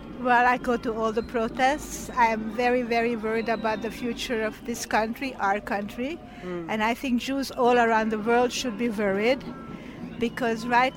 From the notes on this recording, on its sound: Mass protests in Israel: Hear from The CJN on the ground for the “Day of Disruption” in Jerusalem. Amid all the flag-waving, drumming and horn-blowing. Grabbed his microphone to hear from protesters.